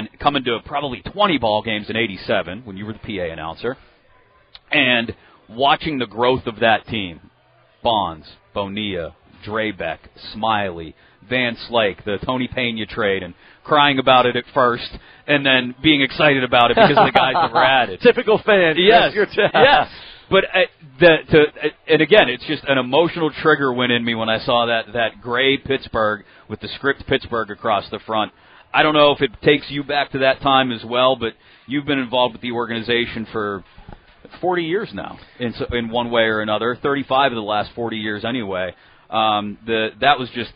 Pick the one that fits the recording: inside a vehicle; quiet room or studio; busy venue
busy venue